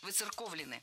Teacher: ударение должно сохраняться на третьем слоге